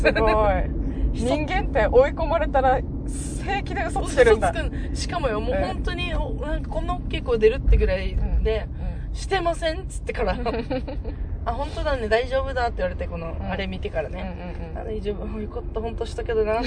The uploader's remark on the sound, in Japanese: ドライブ収録でお届けしたいと思います